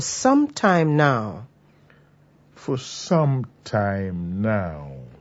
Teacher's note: Stress some with the singular noun time to refer to time which is not specified.